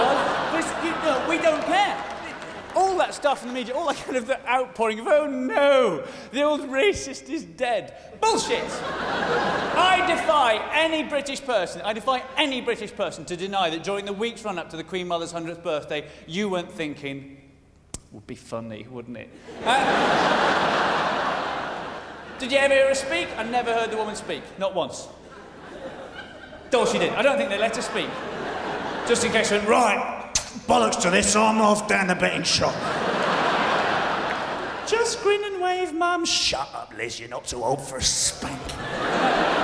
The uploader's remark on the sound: 2004 Melbourne International Comedy Festival Gala